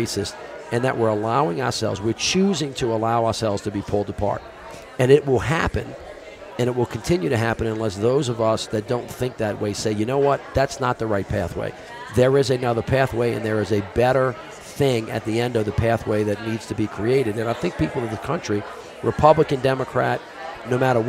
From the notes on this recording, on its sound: Both conversations are held at the Aspen Ideas Festival